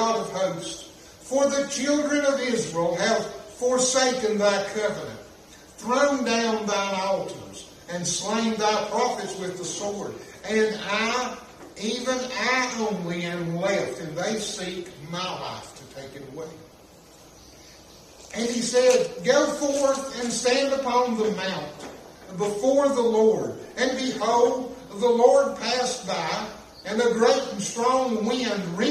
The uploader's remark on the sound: This message was preached at Chestnut Grove Baptist Church in Little Switzerland NC